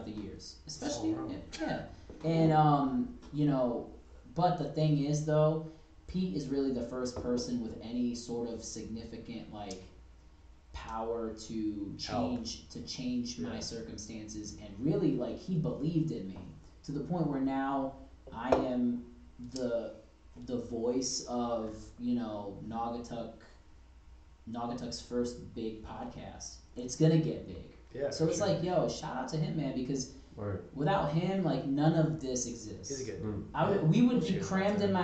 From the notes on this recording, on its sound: Burps & Technical Difficulties. Sorry for the unfortunate sound quality in this episode. I am working tirelessly on resolving this sound issue.